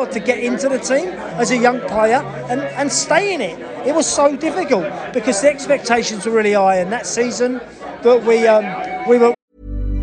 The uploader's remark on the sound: at the Brentford get-together in Venice just outside Washington